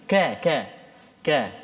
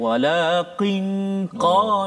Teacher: kaf dekat depan dia qaf di belakang